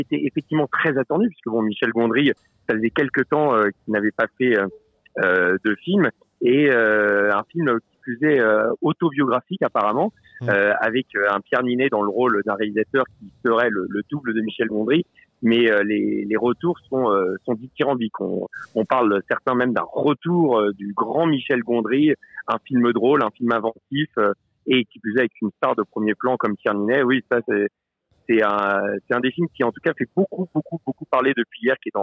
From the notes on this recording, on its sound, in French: Episode enregistré au cinéma Les 7 Batignolles. Par téléphone.